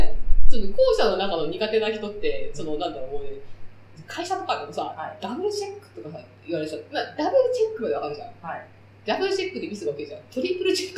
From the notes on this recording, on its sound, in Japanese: 今回ちょっと音質が悪いです